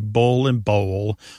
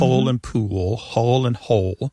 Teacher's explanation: And that L at the end of the syllable is known as a dark L.